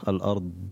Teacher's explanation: مخرج الضاد يجب إظهار مخرج الضاد وأن تكون مجهورة وبها استطالة